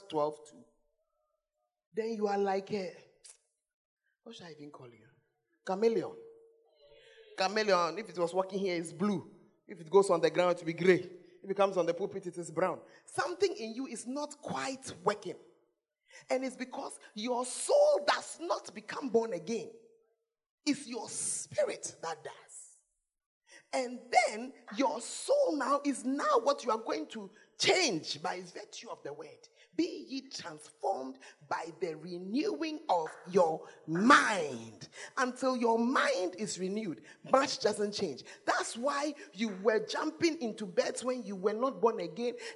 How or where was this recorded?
large echoing room